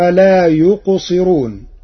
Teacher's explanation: ثم لا يقصرون. قرأ ورش كلمة لا يقصرون بترقيق الراء لكسر قبلها